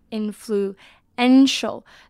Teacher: 它的重音很特别在 en 的地方是 influential 下去的音